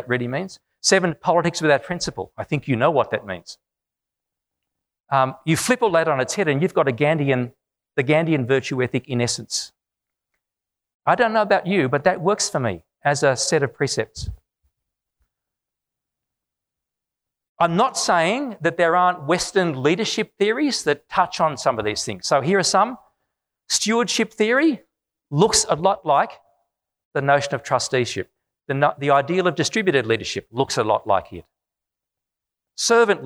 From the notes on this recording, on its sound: This event was recorded on Friday 22 November, 2019 in New Delhi.